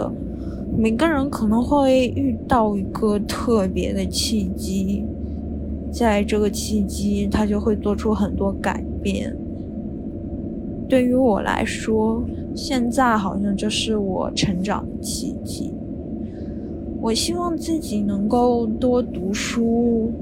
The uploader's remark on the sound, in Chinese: 在伦敦醉酒/散步才是正经事。录制于和朋友喝完酒后回家途中，因此会有地铁和公交车以及风声的杂音。